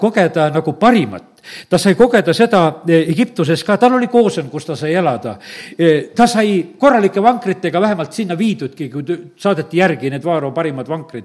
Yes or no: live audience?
yes